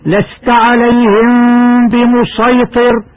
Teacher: قرأ حفص فيها بالصاد الخالصة وجها واحدا من طريق الشاطبية الملاحظة الحادية عشرة كلمة ضعف في